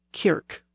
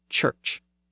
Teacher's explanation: the hard K sound had shifted to a softer CH sound. So we saw that the north had kirk, where the south had church.